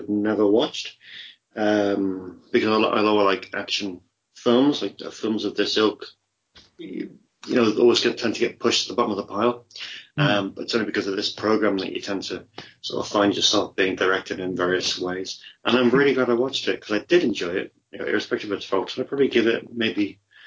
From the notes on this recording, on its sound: We hit some problems when recording this week.